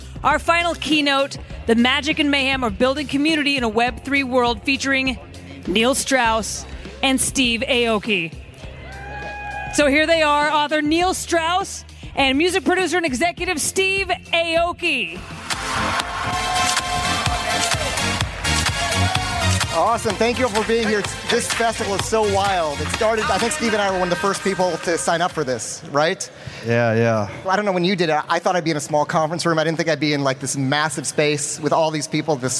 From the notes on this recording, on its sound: A keynote discussion coming straight from NFT LA.